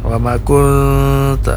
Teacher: Ini arti ikhfa kemarin kita sudah ketahui yaitu samar-samar, yaitu bunyi bunyi nun sukun dengan huruf yang ditemuinya itu huruf ta, ini antara separuh-separuh ya · Term: ikhfa hakikiyah